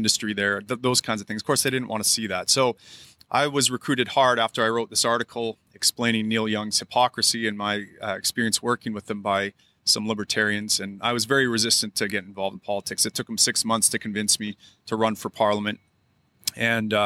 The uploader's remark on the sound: live from the LNC in NOLA!